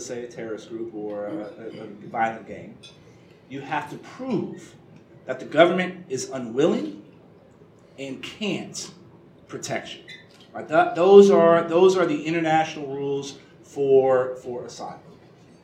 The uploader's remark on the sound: WASHINGTON, DC. In remarks Wednesday morning before a breakfast meeting of The Ripon Society.